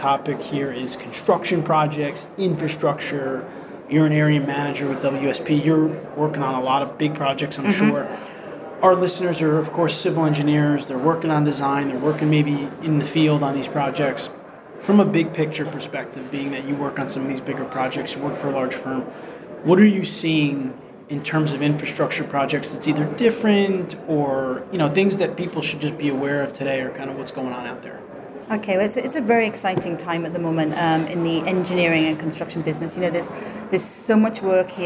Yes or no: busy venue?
yes